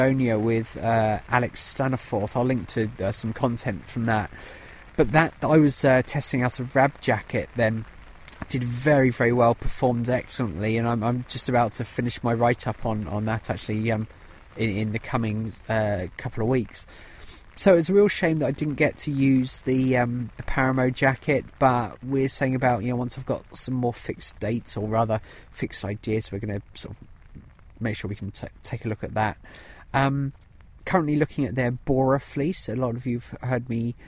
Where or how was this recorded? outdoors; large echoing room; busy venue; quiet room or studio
outdoors